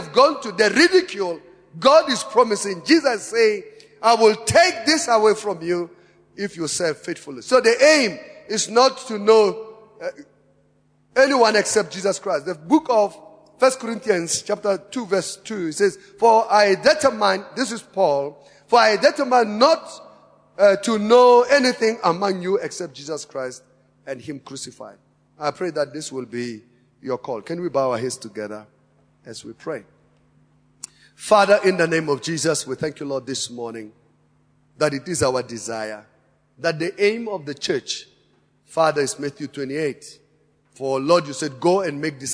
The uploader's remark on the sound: Preached at Emmanuel Christian Church, Arcadia Campus, on the 11th of February 2018.